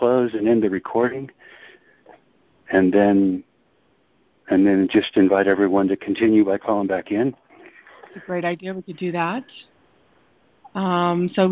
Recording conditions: phone line